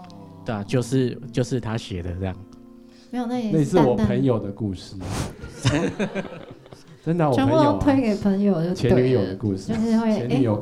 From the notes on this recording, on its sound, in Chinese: 巡演的第八站我們來到了高雄的曾記熱炒店。整集不斷地聽到大家的碗筷碰撞聲，甚至從演出開始到結束前十分鐘都沒有停止上菜。本集為高雄場現場收音錄製。左營高鐵逼逼發車聲。曾記熱炒廚房直擊煎煮炒炸聲。